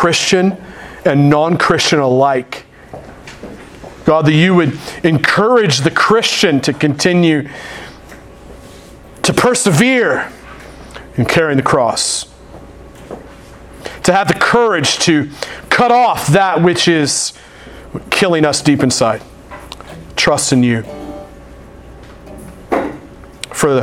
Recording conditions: large echoing room